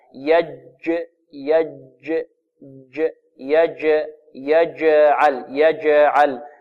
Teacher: والجيم هنا شديدة، فيها انحباس في الصوت